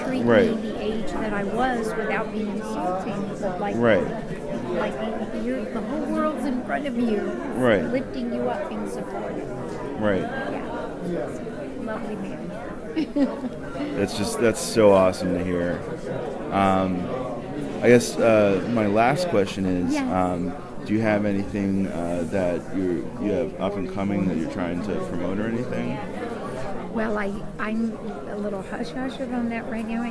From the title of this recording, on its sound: Live At Pittsburgh's Horror Realm Con